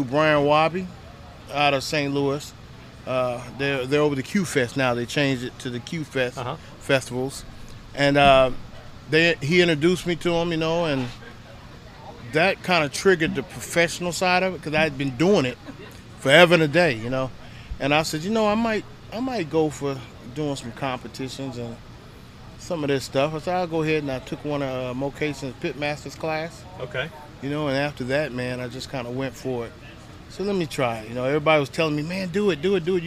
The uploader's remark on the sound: Once again we are live from the Primo BBQ Bash in Poplar Bluff